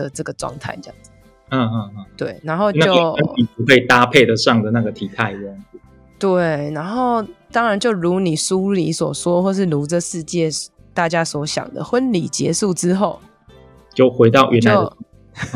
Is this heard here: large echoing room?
no